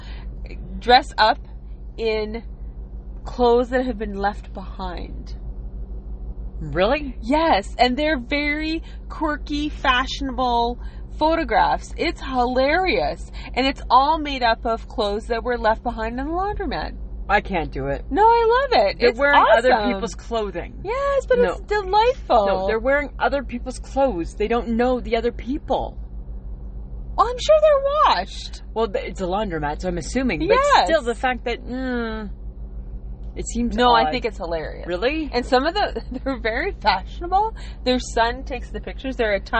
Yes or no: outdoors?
yes